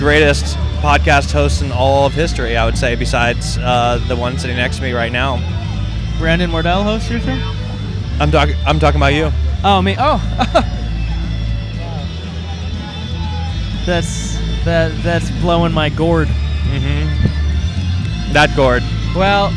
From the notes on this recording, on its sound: At A Haunted Hayride. Recorded on 9/29/23 at The Haunted Hayride at Griffith Park in Los Angeles, CA.